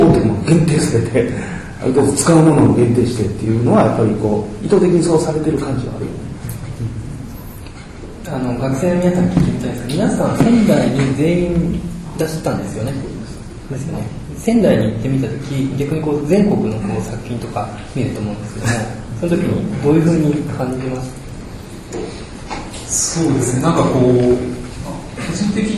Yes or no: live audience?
yes